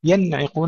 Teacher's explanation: ينعقون، انتبهوا إلى إظهار النون عند العين